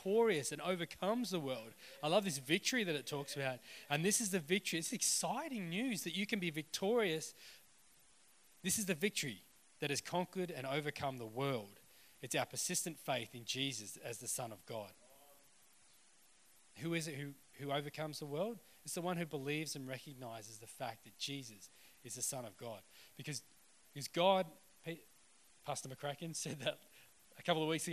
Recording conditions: live audience